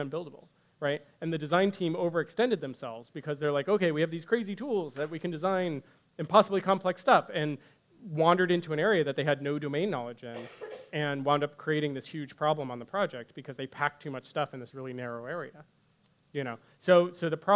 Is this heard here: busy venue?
yes